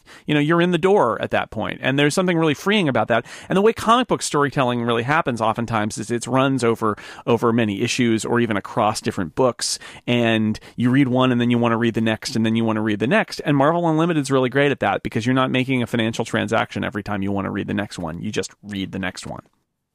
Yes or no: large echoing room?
no